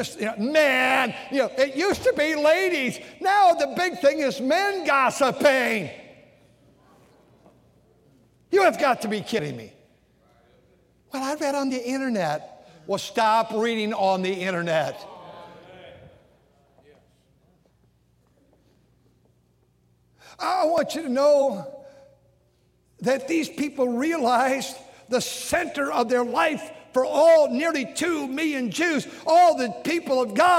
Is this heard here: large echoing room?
yes